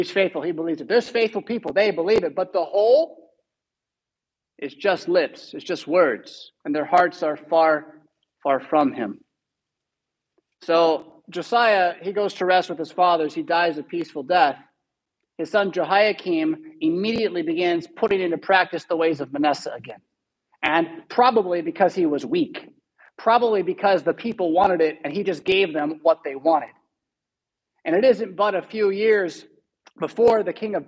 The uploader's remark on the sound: Preached at St Paul Lutheran Church , Rockford, Illinois